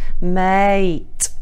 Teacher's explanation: It's this elongated vowel, yeah, which gets your attention, as does the snappy consonant at the end